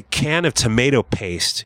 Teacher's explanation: So if I say can of tomato paste, you can hear the puff after the k sound in can